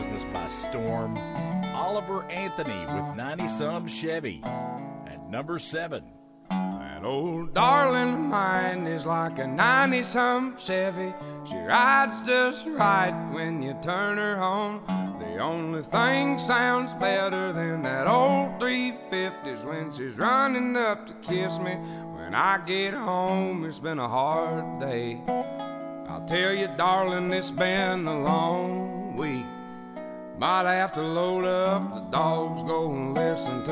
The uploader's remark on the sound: at The 2023 Pigeon Forge Bluegrass Festival